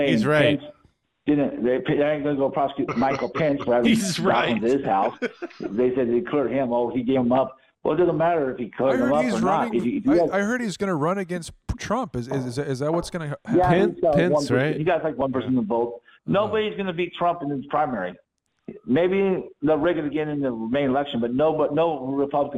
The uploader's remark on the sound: the recording of the call